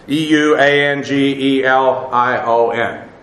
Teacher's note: the double gamma in the Greek is pronounced phonetically ng